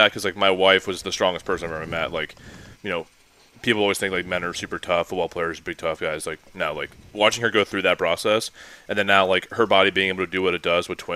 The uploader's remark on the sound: LIVE AT COLTS TRAINING CAMP!